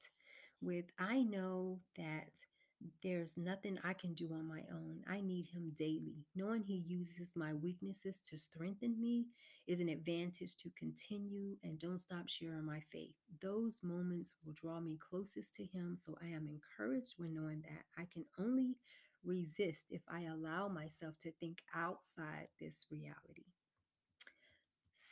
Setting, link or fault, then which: fault, uneven or low level